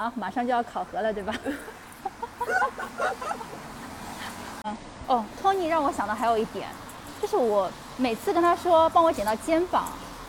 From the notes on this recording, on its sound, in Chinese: 这期节目我们本来想边走边录的，但是奈何我们设备太差，马路上也有噪音，只好站在一个防范区小区门口给大家录节目了～剪辑的时候，特别没有把背景音消掉，让大家感受下上海下雨天吧